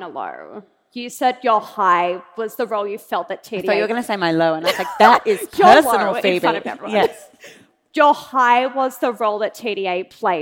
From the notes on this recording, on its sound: The recording for this podcast was from a live event held at the University of Sydney on 21 September 2023.